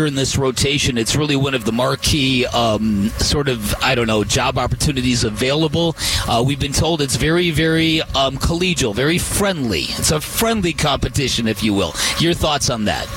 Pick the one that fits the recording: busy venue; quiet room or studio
busy venue